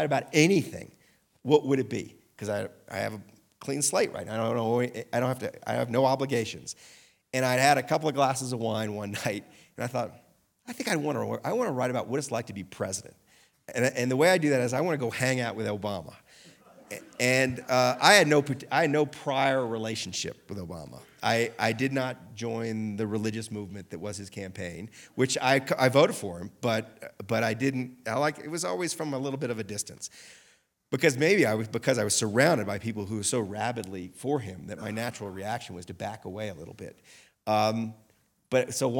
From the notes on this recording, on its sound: Recorded live at Aspen Words.